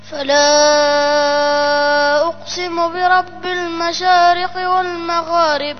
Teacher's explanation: أقسم فيها قلقلة زائد استعلاء